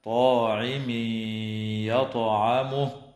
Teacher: ويدغم في الياء مع الغنة في قوله تعالى طاعمي يطعمه